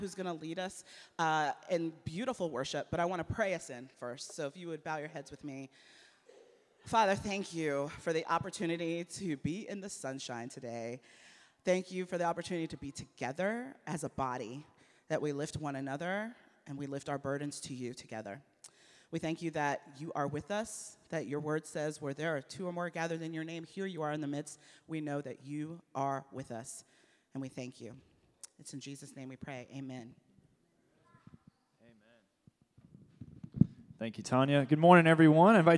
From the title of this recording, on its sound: Embrace Sunday Gathering (September 17, 2023 at 11am) Embrace Church, Lexington, KY